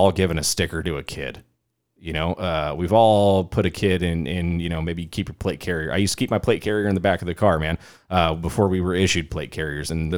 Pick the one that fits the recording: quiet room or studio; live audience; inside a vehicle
quiet room or studio